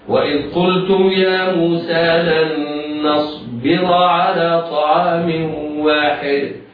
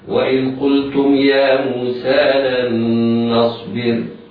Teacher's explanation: إذن راء نصبر مفخمة وصلا لأنها مفتوحة، مرققة وقفا لأنها ساكنة بعد كسر